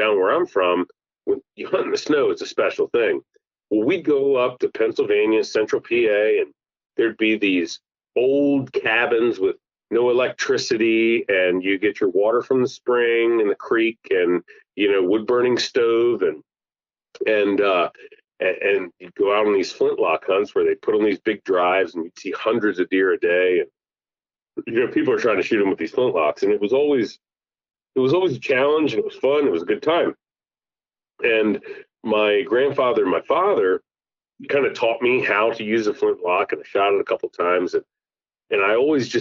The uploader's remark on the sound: get on the phone with one of their good friends